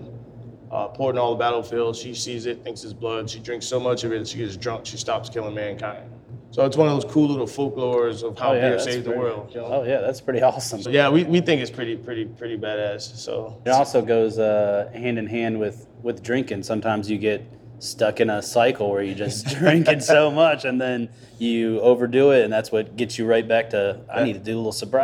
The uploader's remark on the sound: grabbed a spot at the bar